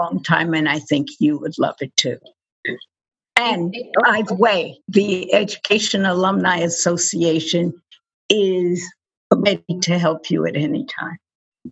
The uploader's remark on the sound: A live recording of Career Talk via Zoom.